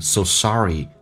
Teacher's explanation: Sorry 被强调， so 就不用那么饱满，轻轻点一下